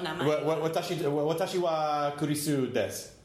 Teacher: it's D-E-S-U, but you don't pronounce the U.